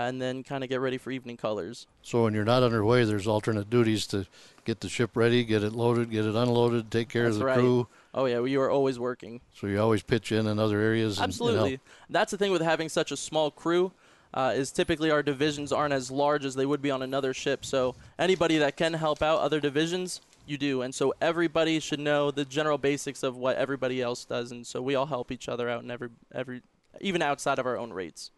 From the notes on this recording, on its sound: This week we are recorded live from the USS Minneapolis-Saint Paul. A Freedom variant littoral combat ship.